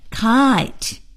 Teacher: 那么 kite 是由啊到一滑动的这个双元音